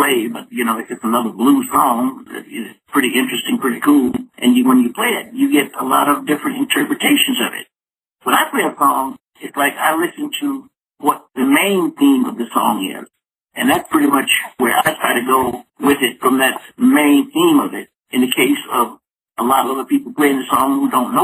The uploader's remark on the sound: called into the show